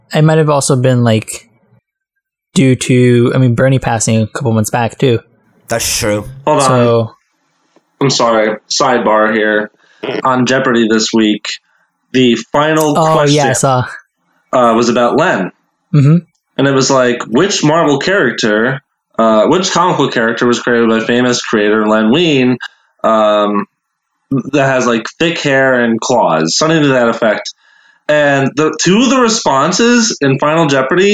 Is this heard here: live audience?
no